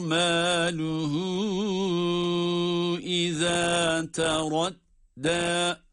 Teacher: مَالُهُ اِذَا تَرَدَّى derken burada yine meddi munfasıl oluyor. Dört elif miktarı kadar uzatılabiliyor. اِذَا تَرَدَّى derken dal harfi de ince okunan ve med yapılan bir durumda.